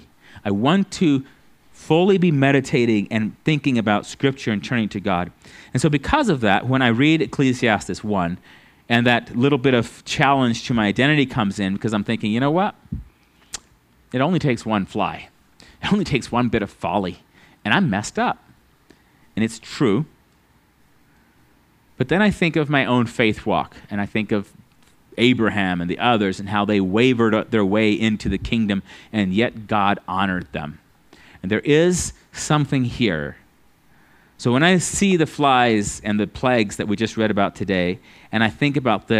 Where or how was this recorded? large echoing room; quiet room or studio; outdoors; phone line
large echoing room